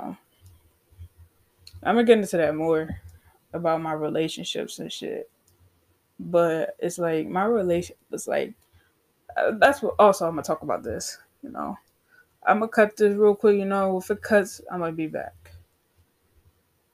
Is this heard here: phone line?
no